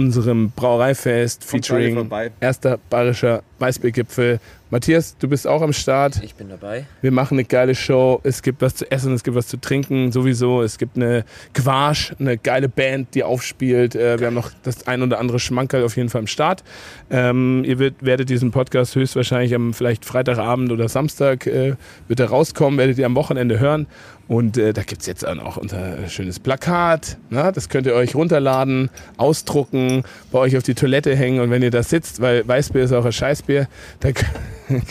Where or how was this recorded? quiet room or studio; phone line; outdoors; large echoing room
outdoors